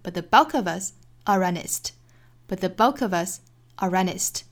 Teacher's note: 在 us 的后面呢做一次小停顿